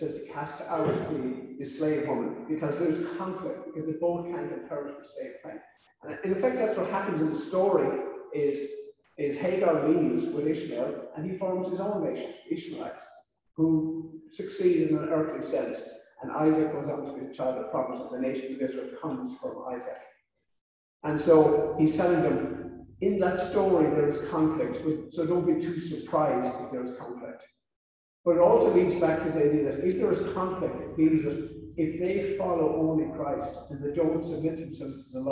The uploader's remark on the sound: This sermon was recorded on July 25th at our in-person service. Due to the audio setup, the sound quality of this sermon is a bit poorer than others in this series.